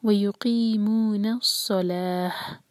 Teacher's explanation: تا مربوطہ پر جب ہم رکتے ہیں تو یہ ہاں بن جاتا ہے